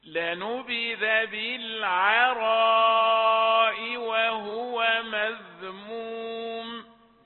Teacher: أن تقرأ العين يعني من غير تفخيم، الراء مفتوحة بعدها ألف مفخمة، فلا تعطيها فرصة تأخذ معها العين، لا تقل بالعراء بالعراء، لا بالعاء بالعراء، وتعود على الانتقال من التفخيم إلى الترقيق ثم إلى التفخيم بسهولة ويسر.